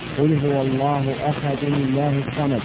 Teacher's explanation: فإن الاسم الأحسن لامه في الآية الأولى مفخمة، ثم إذا وصلت هذه الآية للآية الثانية فإن حق اللام في الآية الثانية الترقيق، لأنك تقول قل هو الله أحد الله الصمد. ومعلوم أن